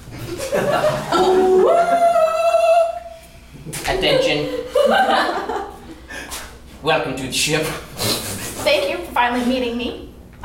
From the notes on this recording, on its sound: Repeat the scene in various genres selected by the audience. Pity Applause performs live improv comedy every other Friday in NYC!